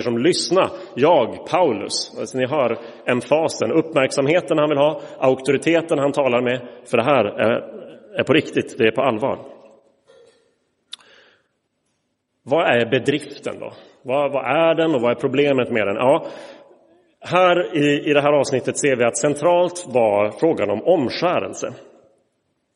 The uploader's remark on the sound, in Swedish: Inspelad i Roseniuskyrkan